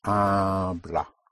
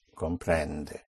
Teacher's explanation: those two sounds, the A and the E, even unstressed, have to come out very clearly · Term: unstressed vowel sounds